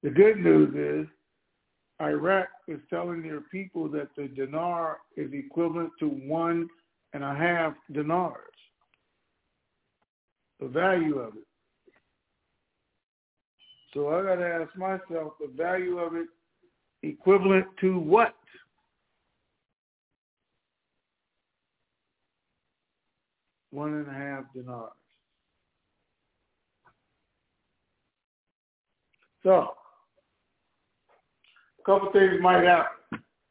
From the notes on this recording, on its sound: TNTSuperfantastic Conference Call.